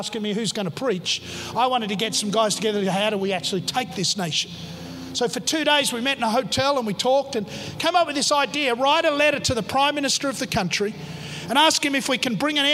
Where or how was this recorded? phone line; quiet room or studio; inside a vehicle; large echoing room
large echoing room